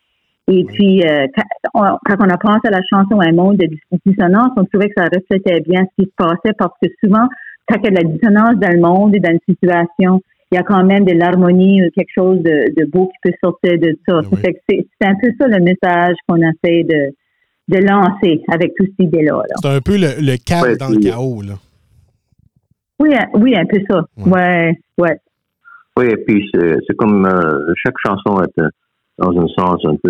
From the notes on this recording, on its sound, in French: Par téléphone les deux membres de la formation.